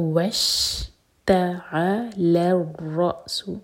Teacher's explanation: لام کو رو سے جوڑیں گے، رو ہیوی اور اس کے بعد رو کو حمزہ سے جوڑا جائے گا جہاں پر کٹ آف ساؤنڈ ہے